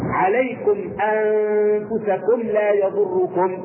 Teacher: نطبق الإظهار الشفوي كما قلنا بالنسبة لإظهار الحقيقي، نخرج الميم الساكنة من مخرجها أيضا بدون إيه؟ بدون غنة ولا تشديد ولا وقف ولا سك.